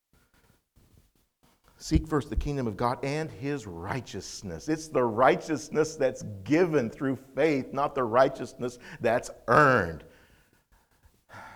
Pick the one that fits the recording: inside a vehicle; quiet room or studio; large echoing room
large echoing room